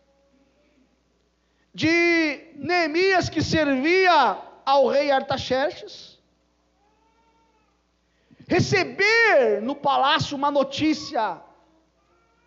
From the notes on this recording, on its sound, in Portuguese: Culto gravado em 09/01/2022 durante a celebração do culto da família